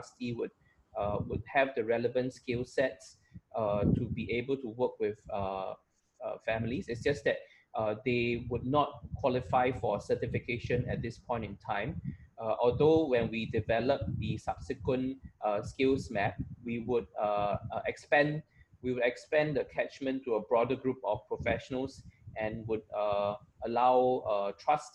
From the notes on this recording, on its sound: Webinar audio recording dated 26 Aug 2020